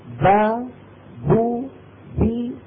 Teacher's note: كل باء من هذه الباءات الثلاث خرجت بالتباعد بين طرفي الشفتين